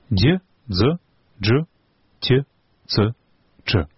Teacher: у нашай мове 6 змычна-шчылінных гукаў, або іначай афрікат